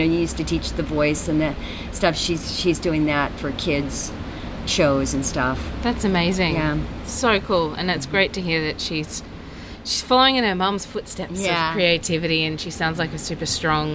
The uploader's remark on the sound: Chats live from Adelaide Fringe 2019. Chats live from Adelaide Fringe 2019. LIVE at the Adelaide Fringe Festival.